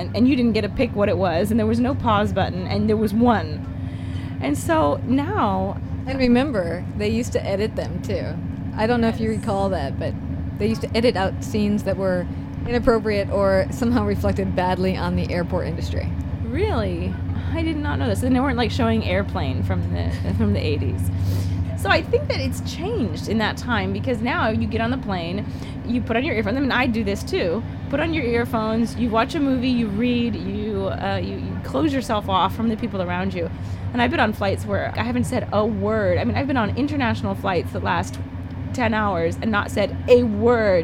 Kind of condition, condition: setting, inside a vehicle